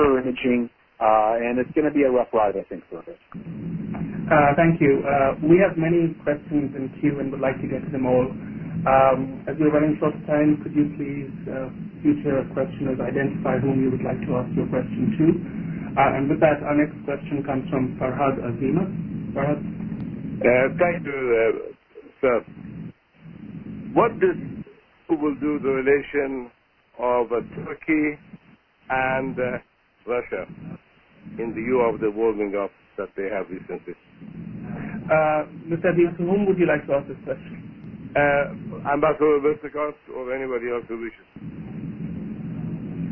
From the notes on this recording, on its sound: joined in on a Members Conference Call